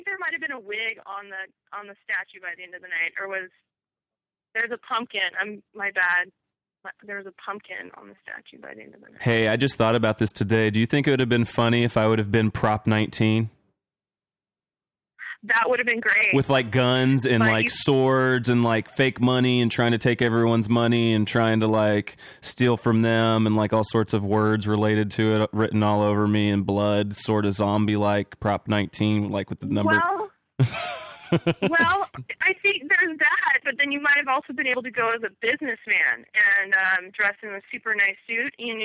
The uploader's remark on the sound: Our first-ever live show. Live callers!